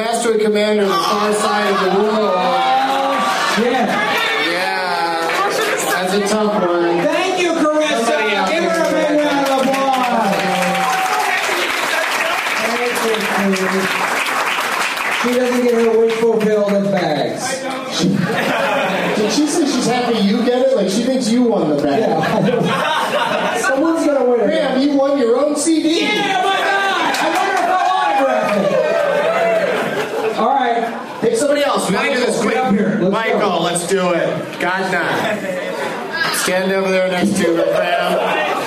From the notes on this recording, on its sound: the audio from the game portion of his stand-up show at The American Comedy Co in San Diego, CA